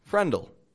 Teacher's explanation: With a dark L. You add the dark L to friend.